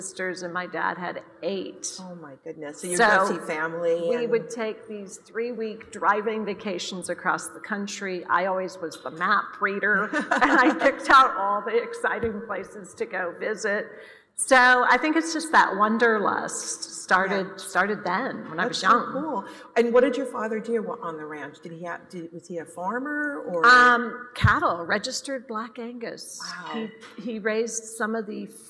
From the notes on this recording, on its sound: This episode was recorded at the Women in Retail: On the Road Dallas event in July.